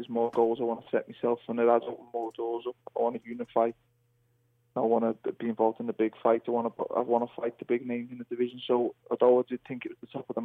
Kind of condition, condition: link, phone line